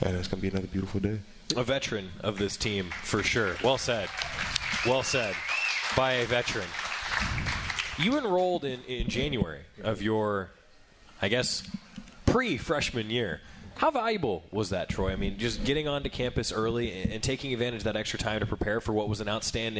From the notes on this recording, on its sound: live at The Cooler